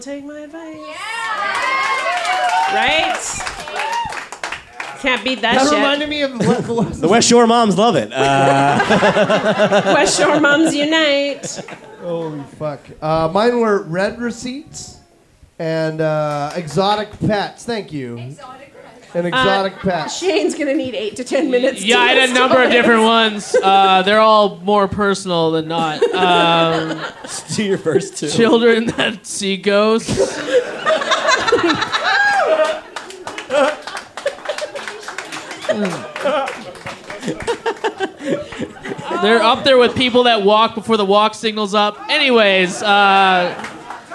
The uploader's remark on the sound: live at The Mint in Victoria BC